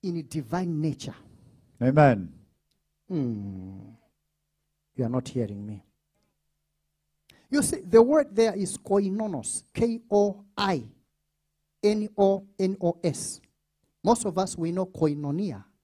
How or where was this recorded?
large echoing room